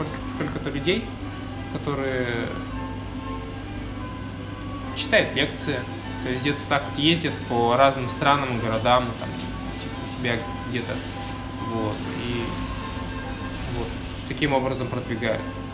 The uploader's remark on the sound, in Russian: Вырезанные из прошлого минуты, между закрытием смены в lemon tree и дорогой домой. Под звуки дребезжания кофемашины, воды из под крана, движение дорог.